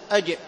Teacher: الجيم من صفاتها الجهر والشدة، وهي تخرج من وسط اللسان. أجئ، لاحظ، أجئ وسط اللسان مع ما يحاذيه من الحنك الأعلى، فالجيم ينقفل معها المخرج وهي شديدة مجهورة.